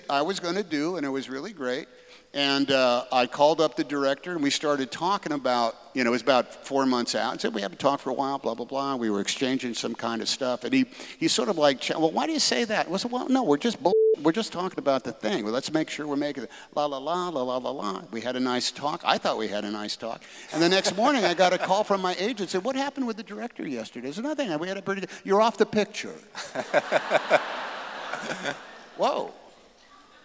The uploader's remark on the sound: on stage at the Keller auditorium in May 2023